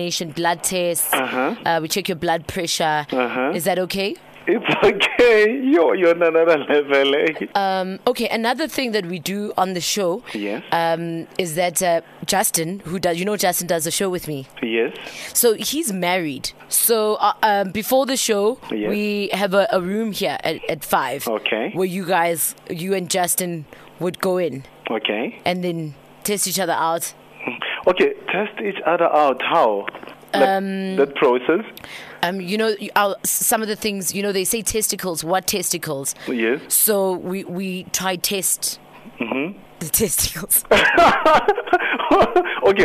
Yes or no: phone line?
yes